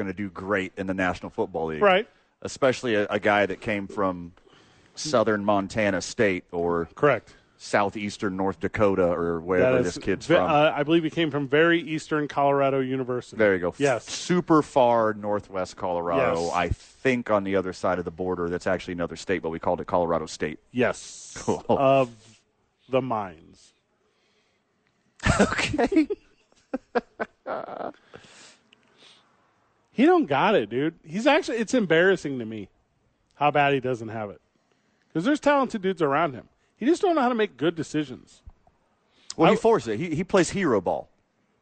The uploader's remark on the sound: live from THE Albuquerque Dukes Store